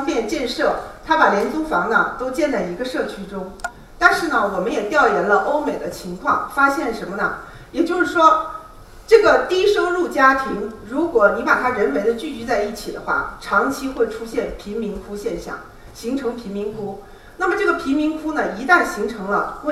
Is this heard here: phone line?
no